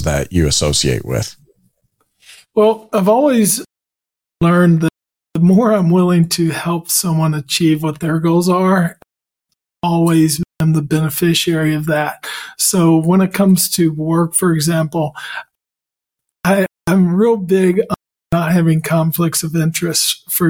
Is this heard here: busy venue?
no